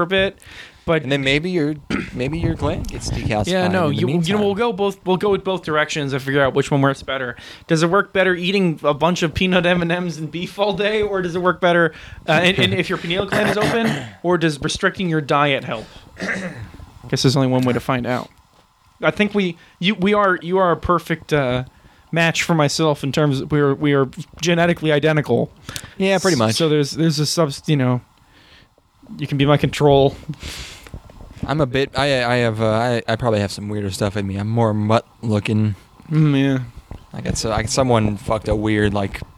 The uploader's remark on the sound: Special Camping Bonus. We recorded this in the woods.